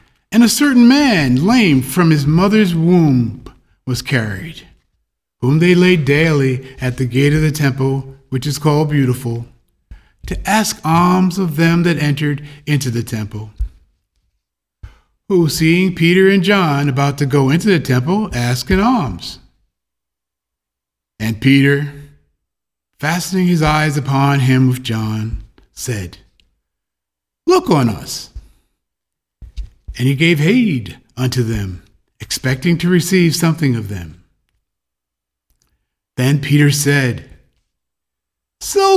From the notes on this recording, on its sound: The Sunday service audio from October 10th, 2021